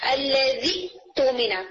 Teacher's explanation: تو یہاں پر آپ نے کیا کرنا ہے کہ جو سیکنڈ حمزہ ہے اس کو آپ نے واو مدیہ بنا دینا ہے